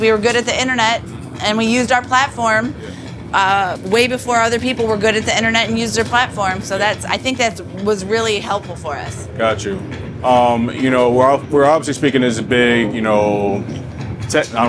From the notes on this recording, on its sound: The Summer Sessions on 88.3 WXOU FM featuring a collection of interviews recorded live on the grounds of the 2023 Movement Festival in Hart Plaza.